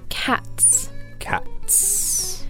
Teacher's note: So the T here is an unvoiced consonant, so the S that follows sounds like an S.